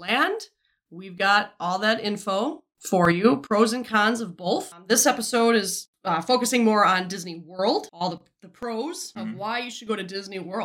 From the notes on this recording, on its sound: During this episode we encountered some software issues with our microphone software. The audio is going to sound a little jittery with some pops and crackles. I did the best i could to fixing all of that but it didn't come out perfect.